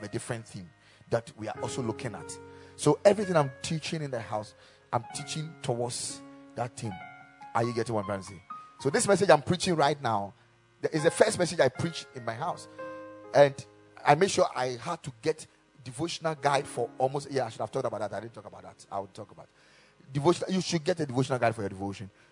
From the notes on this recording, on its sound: Preached at the Kingdom Sight Service